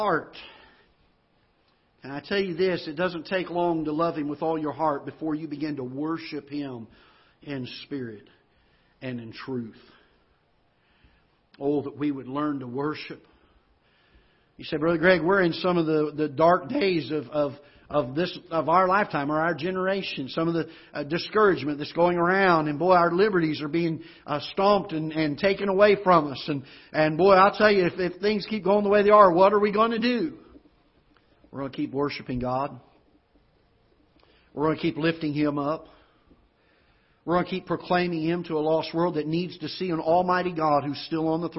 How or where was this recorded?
large echoing room